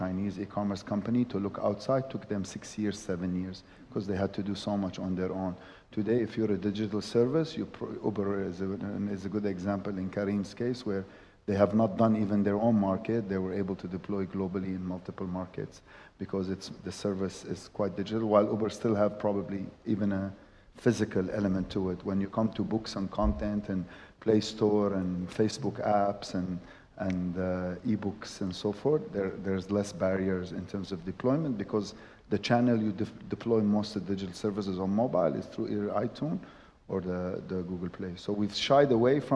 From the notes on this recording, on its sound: Special live taping of a panel discussion at Wamda Capital’s annual LP investor event. As this is a live event, please excuse the sound quality.